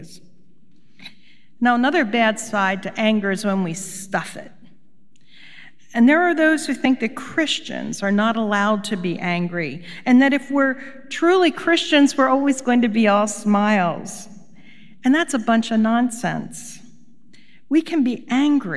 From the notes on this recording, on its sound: Recorded live at Beatitudes Church in Phoenix, AZ.